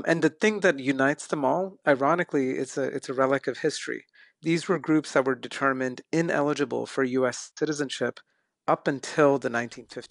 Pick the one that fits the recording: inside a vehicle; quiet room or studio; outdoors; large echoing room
quiet room or studio